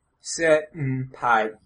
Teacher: a freestanding sound halfway between an M and an N